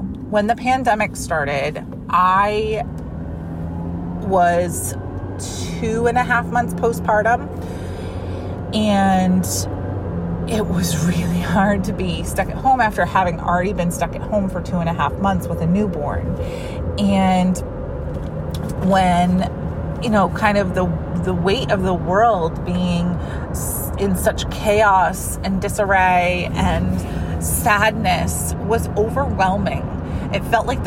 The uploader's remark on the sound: This is a Fun-size Friday episode I recorded this week in my car because well the energy was right!